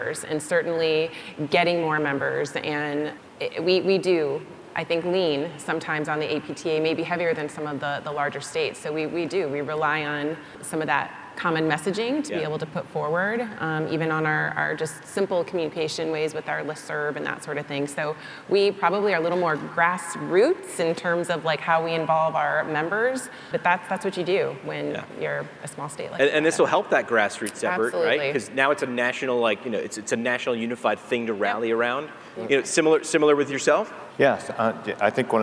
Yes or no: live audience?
yes